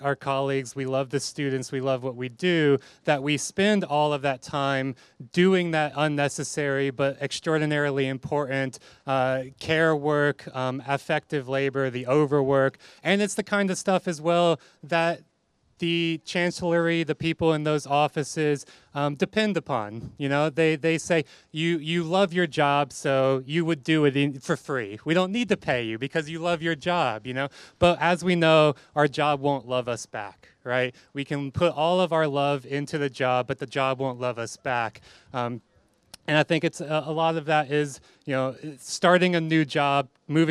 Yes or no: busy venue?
yes